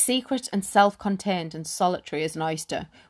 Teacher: We've got that soft sibilant sound there, creates like a bit of a whispering sound